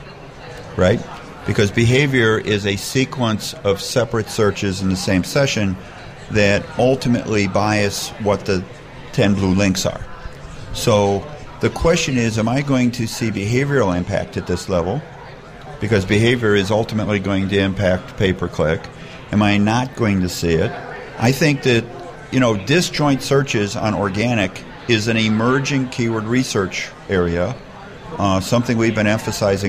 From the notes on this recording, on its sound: Host the show on location from SES New York 2010.